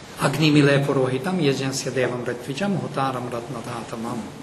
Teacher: Iambic Gayatri rhythm with 3 8-syllabic padas.